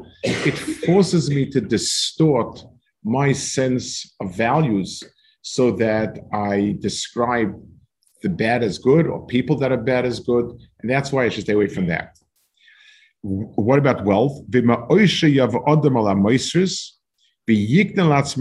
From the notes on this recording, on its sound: This shiur take place over Zoom on Motzei Shabbos.